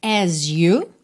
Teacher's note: pode soar as you, esse S com som de Z, ou até mesmo um som que é quase um J